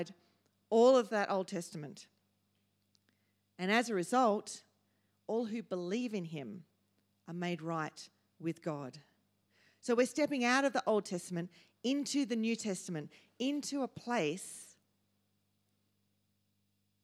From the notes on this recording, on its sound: first preached in C3 Bathurst on 22 October 2023